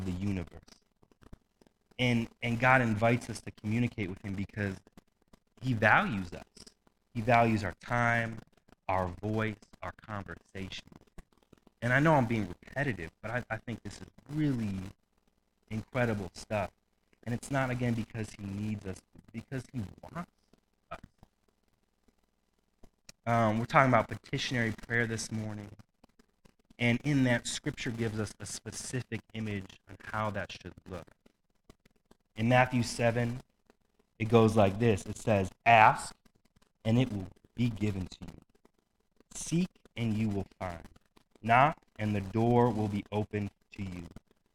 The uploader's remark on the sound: We are having issues with the sound quality of our live stream